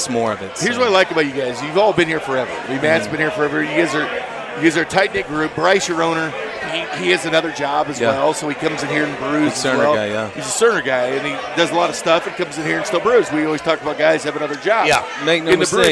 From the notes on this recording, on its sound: Hour two live from Cinder Block Brewery